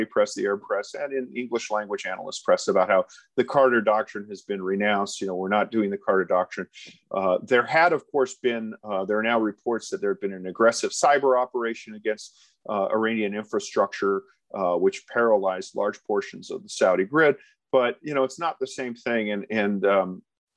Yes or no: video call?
yes